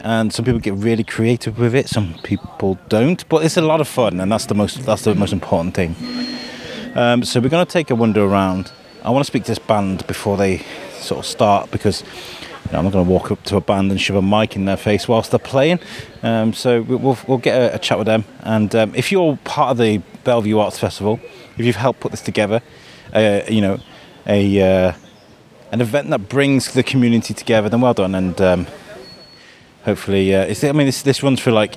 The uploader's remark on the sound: Situated at the opening event of the Belle Vue Art Festival's opening event "Lets Celebrate" on the riverside in between Greyfriars Bridge and Stop Café. The community had come out to listen to live music, ride on the Rickshaws and learn about what is coming over the next few weeks with the festival.